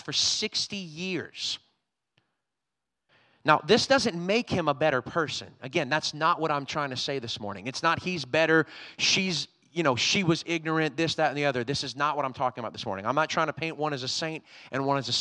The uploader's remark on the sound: Was recorded on Sunday, August 21st, 2022, during service at The Anchor Church in Rockport, Maine.